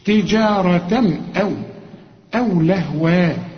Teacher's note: هنا تنوين الفتحتين وبعدها همزة، والهمزة من حروف الإظهار، هنا ما نغنش